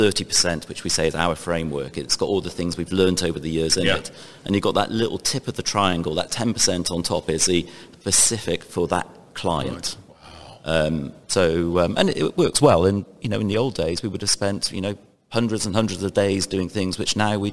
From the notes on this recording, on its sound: Industrial Talk is onsite at Hexagon LIVE. Hexagon Live conference in Las Vegas.